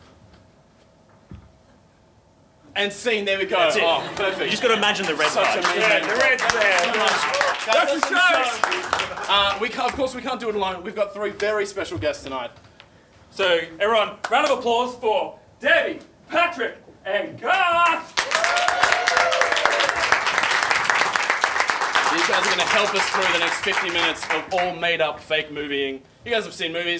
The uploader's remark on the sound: Recorded LIVE at The Factory Theatre during the Sydney Fringe Comedy Festival.